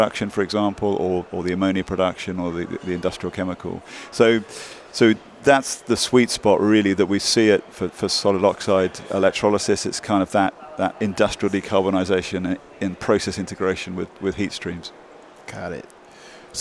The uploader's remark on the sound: Live at the Hydrogen Americas Summit in Washington DC